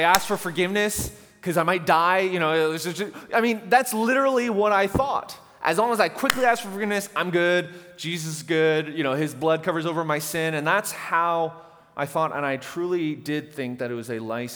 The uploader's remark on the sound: At The Fellowship in Nashville. Recorded live on July 14, 2019 at The Fellowship at Two Rivers.